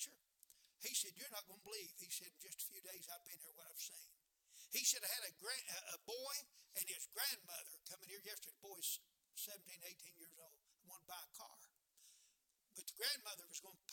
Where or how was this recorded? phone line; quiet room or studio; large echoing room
large echoing room